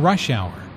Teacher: Notice that rush hour is a compound noun with the main stress on the first word.